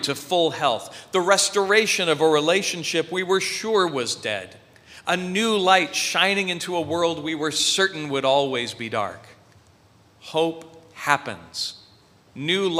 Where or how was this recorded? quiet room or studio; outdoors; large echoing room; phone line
large echoing room